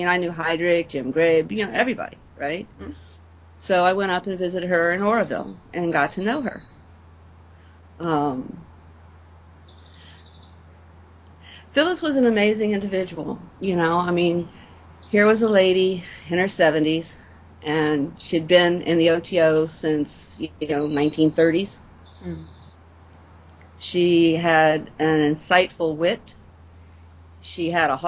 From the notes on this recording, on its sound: Due to the age of the tapes used for recording. Does have some noise issues.